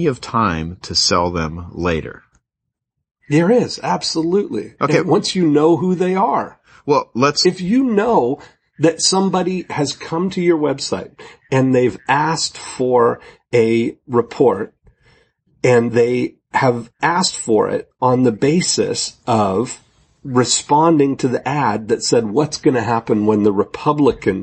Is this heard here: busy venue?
no